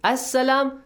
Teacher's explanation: Even lam is skipped, then the next letter sin. It's a shamsi word, so lam should be skipped.